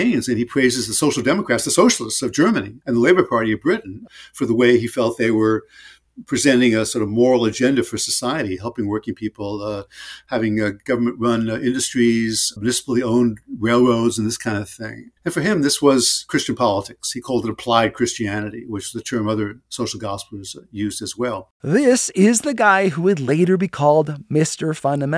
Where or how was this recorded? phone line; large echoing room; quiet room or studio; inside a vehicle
quiet room or studio